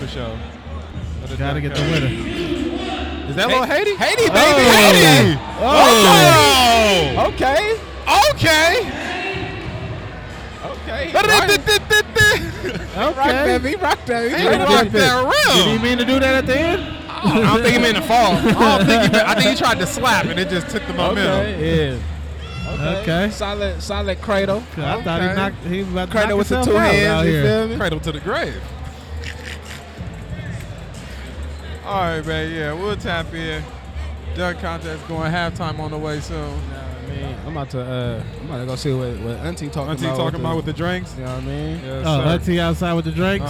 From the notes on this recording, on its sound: we were live at the Heart Break Gang Celebrity Basketball